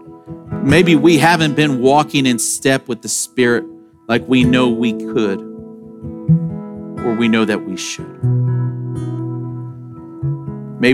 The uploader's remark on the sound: Sermon audio from Sunday, September 24, 2023.